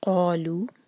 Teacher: قالوا ق اور لو دونوں دو دو حرکہ. قوف کو مبھر کر پڑھیں گے اور حلق سے قوف کو نکالیں گے